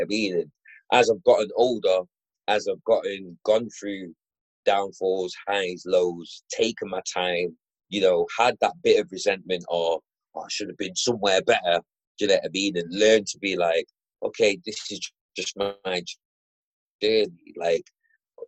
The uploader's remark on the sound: You'll have to forgive the poor quality audio in this episode